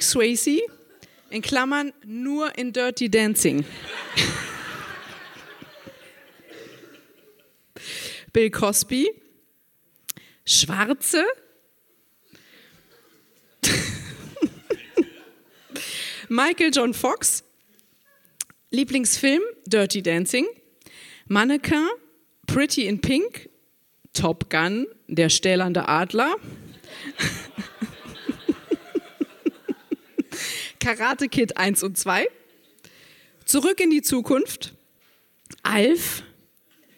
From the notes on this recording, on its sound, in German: Auswahl der Beiträge von der „texte von gestern“-Liveshow am 13.10.2018 im kukoon Kulturkombinat, Bremen. Heißen Dank an das kukoon, unser tolles Publikum.